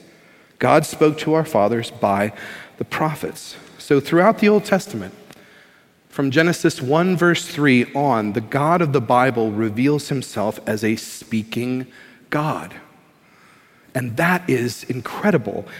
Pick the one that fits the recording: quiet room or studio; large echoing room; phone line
large echoing room